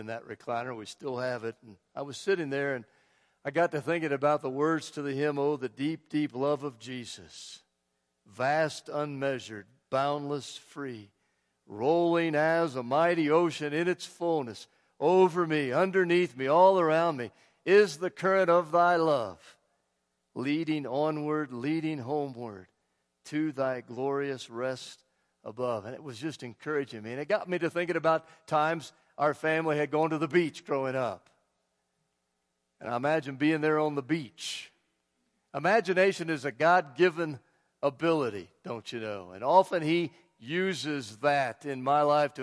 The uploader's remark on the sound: Woodland Life Church Live